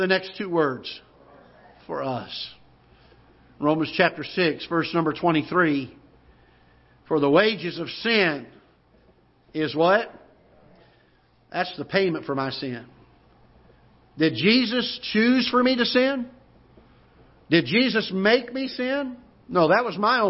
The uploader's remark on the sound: Ketha Heights Baptist Church ~ Live Broadcast